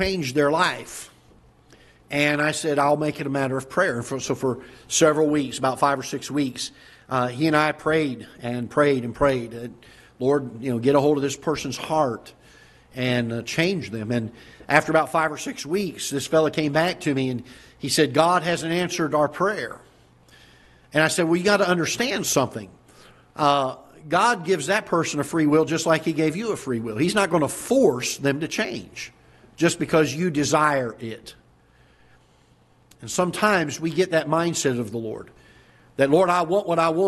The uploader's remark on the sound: Ketha Heights Baptist Church ~ Live Broadcast